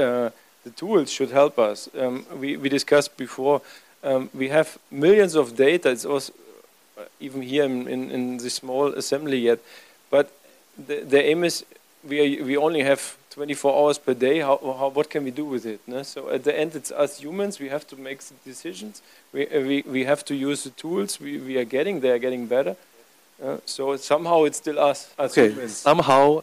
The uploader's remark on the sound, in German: Paneldiskussion auf dem Event. In Shanghai China.